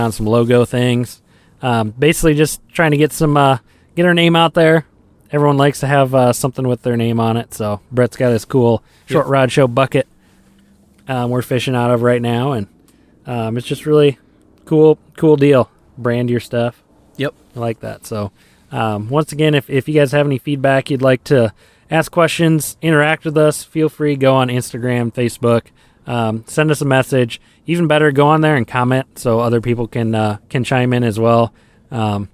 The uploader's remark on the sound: Check in with the guys as they record out on the ice on a small urban pond.